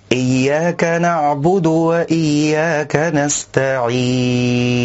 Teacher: والصواب أن يأتي بصفة البينية في حرف العين لا إلى شدة ولا إلى رخاوة